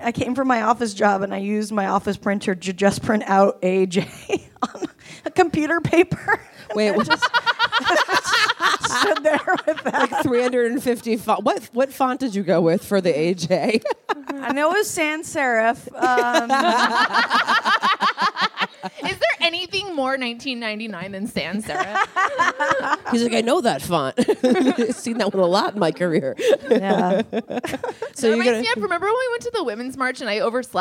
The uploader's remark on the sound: Live From SF Sketchfest 2023